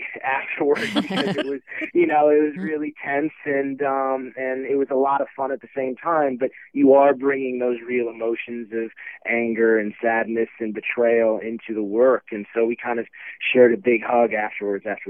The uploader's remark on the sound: Called in to the EW Radio's TV Editor's Hour. On SiriusXM channel 105.